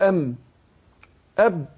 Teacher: الميم والباء تخرجان بانطباق الشفتين